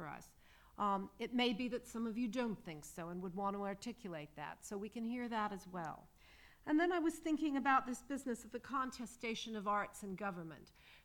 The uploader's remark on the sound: The question and answer session from the panel discussion 'A National Narrative?'.